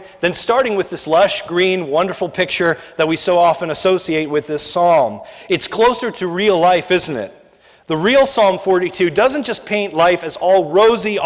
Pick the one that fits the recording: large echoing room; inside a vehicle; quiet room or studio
large echoing room